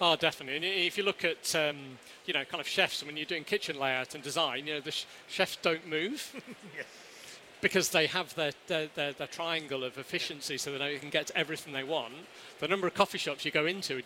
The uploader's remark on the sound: which took place back in September, live at Lunch!